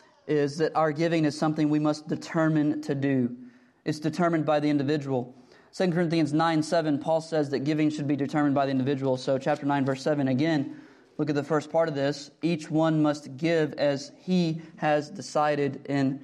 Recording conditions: large echoing room